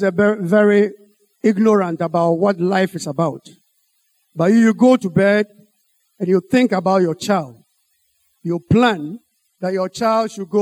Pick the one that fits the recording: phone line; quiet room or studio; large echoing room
large echoing room